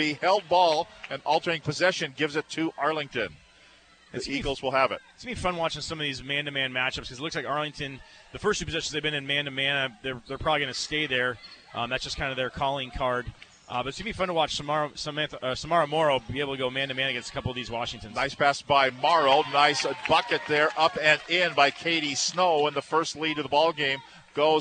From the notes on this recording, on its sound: Live from Joe Richer Court at Everett High School